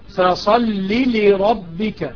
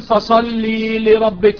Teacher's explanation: ما تمد اللام في كلمة فصلي · Shown in: first take · لا تقل فصلي لربك هذا خطأ فصلي لربك خطأ فصلي لربك